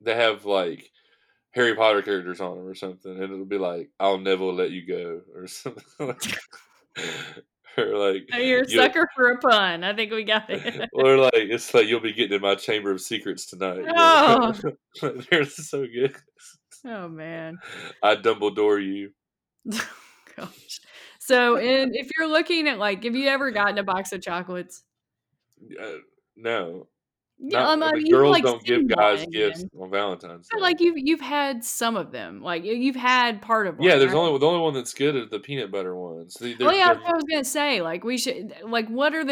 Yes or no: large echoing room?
no